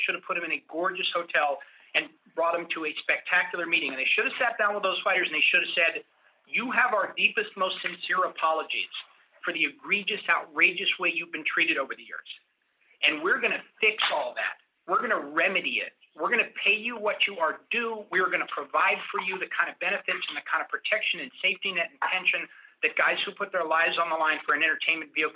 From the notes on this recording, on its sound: The full audio of the conference call unveiling the Mixed Martial Arts Athletes Association.